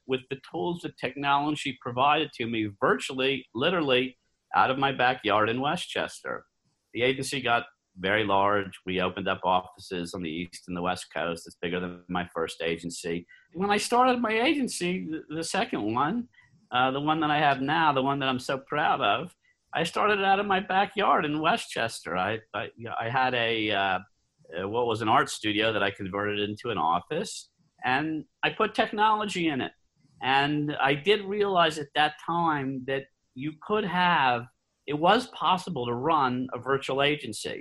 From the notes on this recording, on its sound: via Zoom